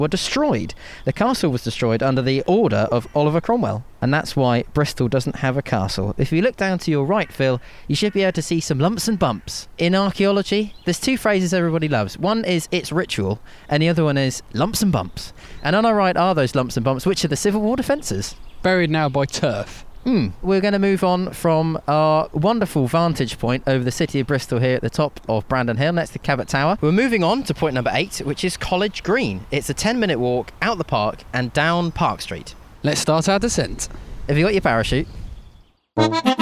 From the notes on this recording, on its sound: on an entertaining walk as they discover the sights and sounds of Bristol.